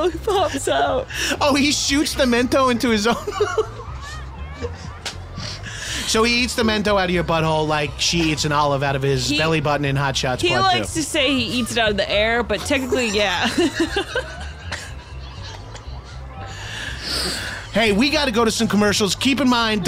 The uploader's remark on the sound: live from the WLIR tent at the Splish Splash water park in Riverhead